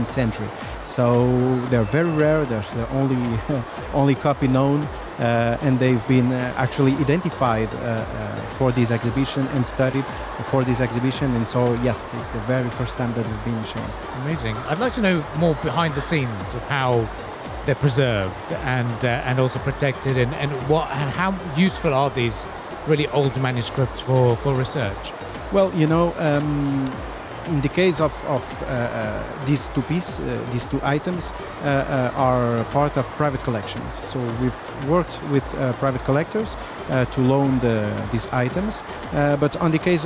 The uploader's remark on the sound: Live from SIBF 2023